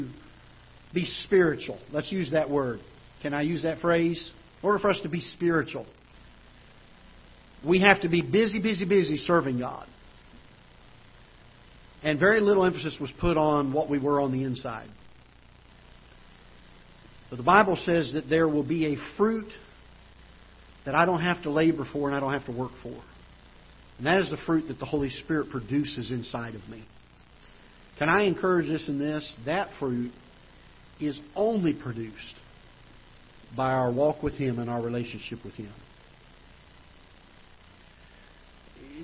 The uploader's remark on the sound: Ketha Heights Baptist Church ~ Live Broadcast